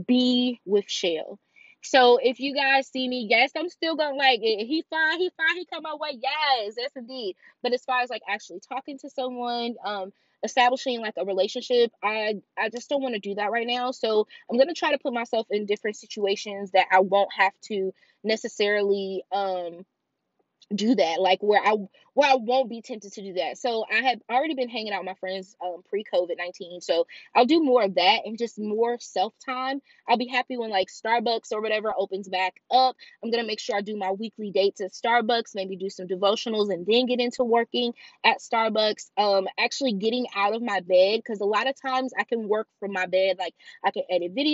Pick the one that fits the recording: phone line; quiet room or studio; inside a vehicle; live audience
inside a vehicle